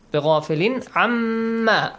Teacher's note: Tanween plus عين. Throat letters, إظهار. No special rule.